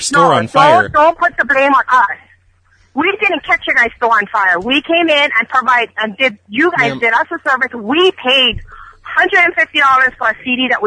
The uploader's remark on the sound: RBCP's Personal Prank Phone Calls Collection: portrait studio - fire. "portrait studio - fire" from archive.org was assembled into the "RBCP's Personal Prank Phone Calls Collection" podcast by Fourble.